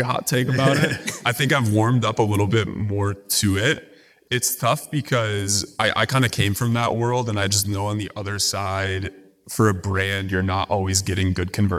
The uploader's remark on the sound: Live from Marketingland. Live recording from Marketingland 2023.